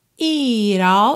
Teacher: esse it é um pouquinho alongado